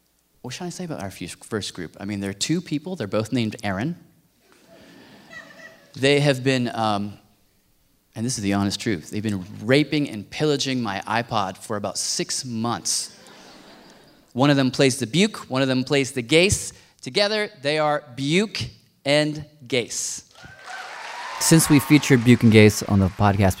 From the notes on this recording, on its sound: Their performances were recorded live at our Curious Sounds concert earlier this month in NYC.